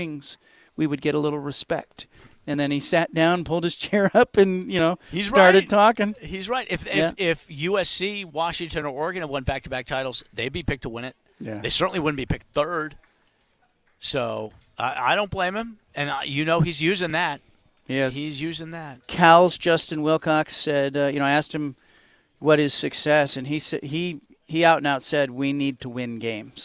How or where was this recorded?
busy venue